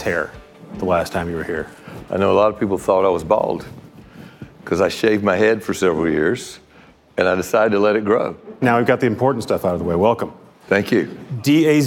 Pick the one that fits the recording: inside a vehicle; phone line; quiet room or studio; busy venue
busy venue